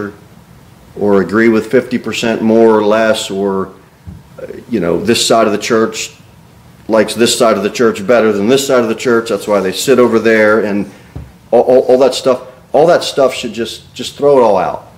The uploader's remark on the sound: Sermon delivered at Pilgrim Baptist Church on Sunday, January 21, 2024, at 2-15 pm.